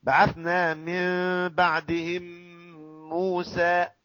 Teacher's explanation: ثم من بعدهم موسى ميم بعدها ميم، هذا اسمه إدغام مثلين صغير، لكن النون التي بعدها باء قلبت ميم ثم أخفيت النون، أخفيت الميم في الباء. فالأولى إخفاء شفهي إخفاء ميم، الثانية إدغام ميم. · Term: إقلاب